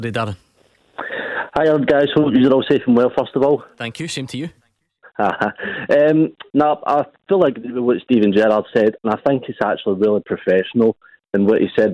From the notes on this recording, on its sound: take your calls